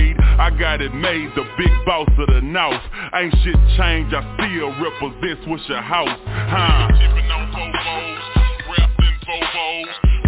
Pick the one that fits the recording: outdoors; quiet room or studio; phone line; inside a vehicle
phone line